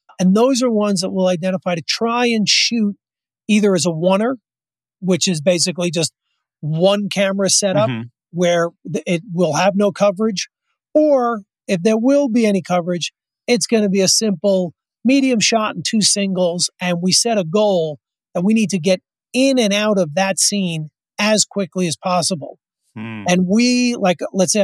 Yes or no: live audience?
no